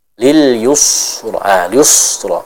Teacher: Jangan kita biarkan bibir kita tetap monyong. Kalau kita biarkan bibirnya itu tetap di posisi dhammah dengan agak monyong ke depan, maka nanti jatuhnya huruf sin di situ akan terbaca dengan tebal.